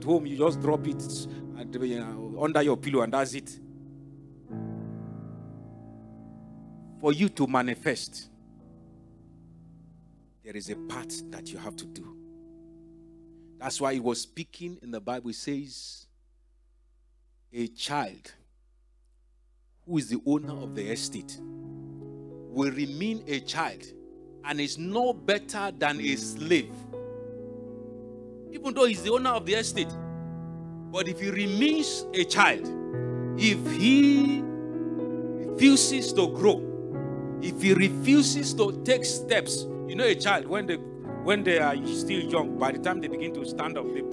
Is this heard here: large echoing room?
yes